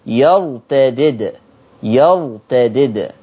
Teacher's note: الدال الأولى مكسورة والتانية ساكنة، بس وانت عشان عارف ان التانية ساكنة نعمل لها ايه؟ قلقلة